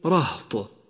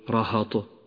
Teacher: في كلمة رهط في قوله تعالى تسعة رهط يفسدون ولاحظ أن حرف الهاء حرف ساكن وليس مفتوحا · Shown in: first take